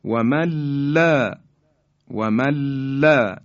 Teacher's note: نون ساکن در لام ادغام میشه